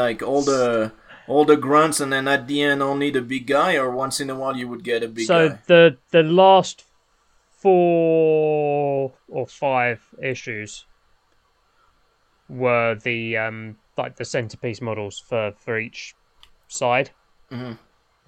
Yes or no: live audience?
no